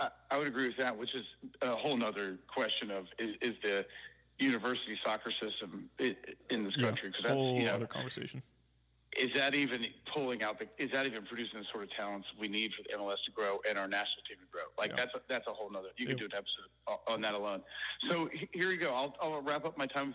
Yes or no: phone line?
yes